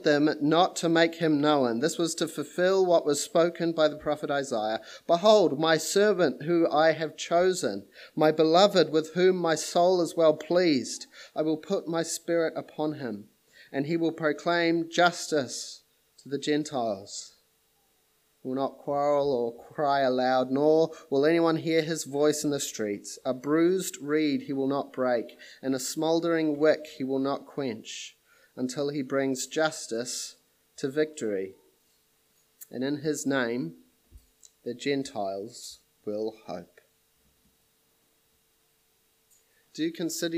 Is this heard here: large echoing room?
yes